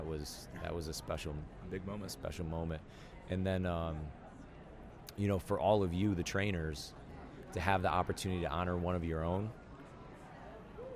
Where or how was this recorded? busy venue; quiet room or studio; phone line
busy venue